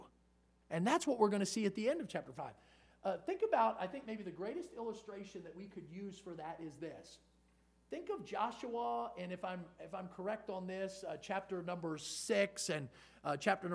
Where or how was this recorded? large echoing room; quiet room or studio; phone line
large echoing room